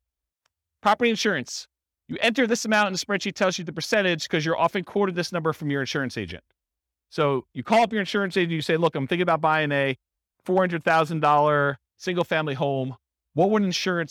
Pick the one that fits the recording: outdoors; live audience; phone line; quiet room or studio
live audience